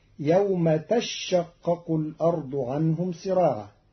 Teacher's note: قرأ قالون كلمة تشقق بتشديد الشين الأولى فتصير يوم تشقق الأرض عنهم سراعا على أنه تتشقق خففت بإبدال التاء الثانية شينا وإدغامها في الشين.